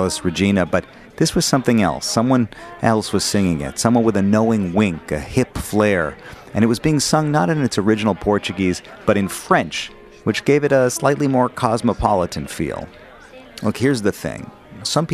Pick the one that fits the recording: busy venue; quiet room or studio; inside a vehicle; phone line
busy venue